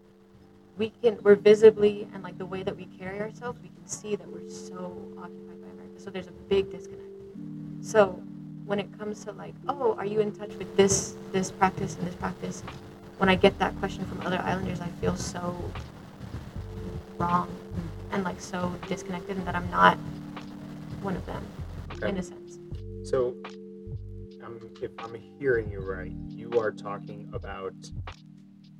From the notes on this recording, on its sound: We had some technical issues, but the conversation was to important to rerecord.